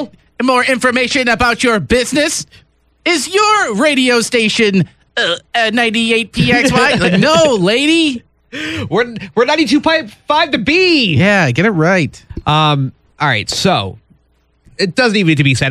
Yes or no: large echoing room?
no